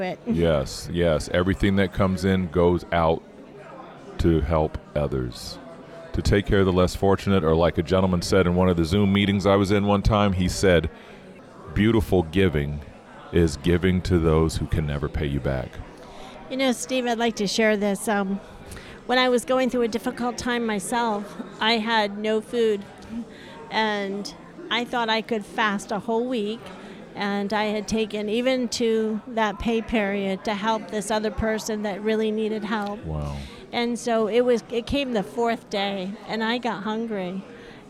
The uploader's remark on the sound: Incredible Christian Book Fair Author Interviews. Blessed some amazing Authors with the opportunity to set up tables and sell their books. I decided to bring some recording gear and interview all of the Authors.